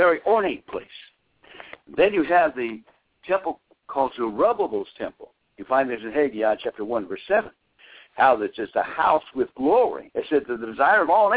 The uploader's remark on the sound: Bible Study via conference call